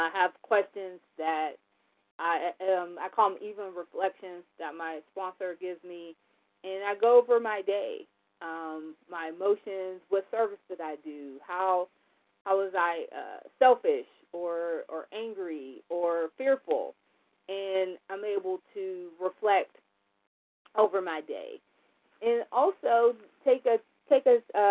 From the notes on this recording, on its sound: 100 Pounders Phone Meeting